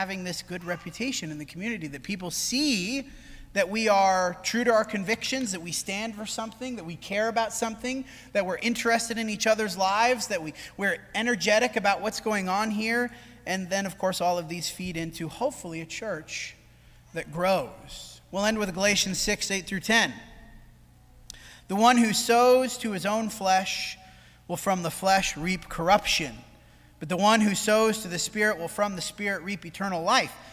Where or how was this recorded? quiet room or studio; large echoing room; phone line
large echoing room